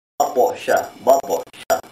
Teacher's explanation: ba appearing in the middle, that will be the lower degree of vibration